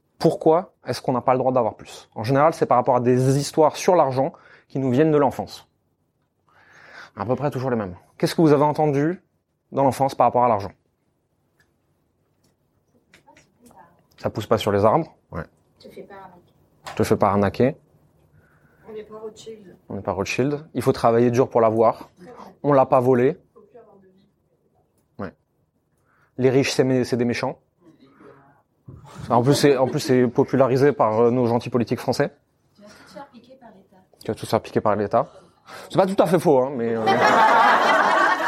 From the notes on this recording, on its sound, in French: Ces 30 minutes sont l'enregistrement d'une conférence que j'ai donné il y a quelques mois pour nos clients.